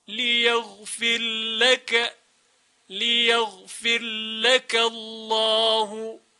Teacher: در روایت سوسی ادغام می شود را در لام